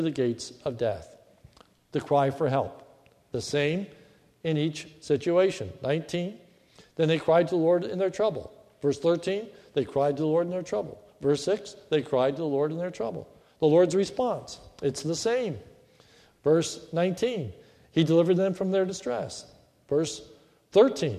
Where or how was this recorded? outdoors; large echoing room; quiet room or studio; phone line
large echoing room